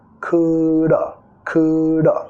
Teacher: reducir el have a un sonido schwa